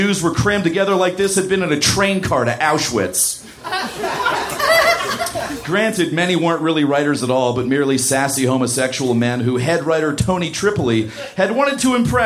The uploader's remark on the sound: Recorded September 21, 2014 at The Virgil in Los Angeles.